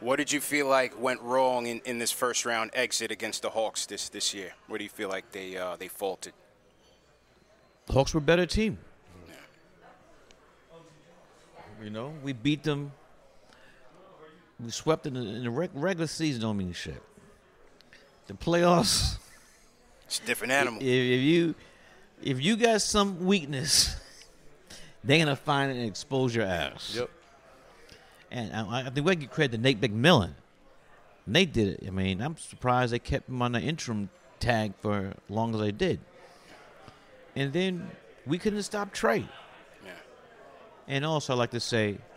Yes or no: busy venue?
yes